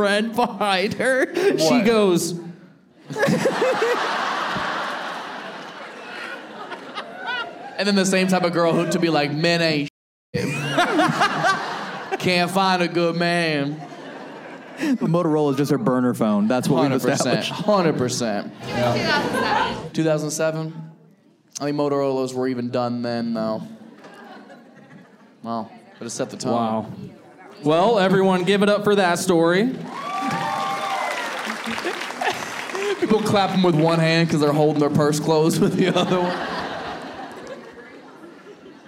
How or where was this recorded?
live audience